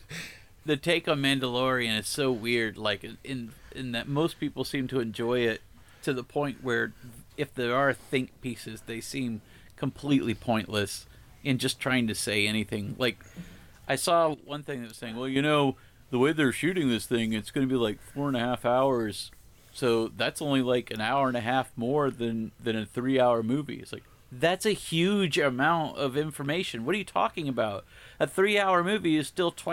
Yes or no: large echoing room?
no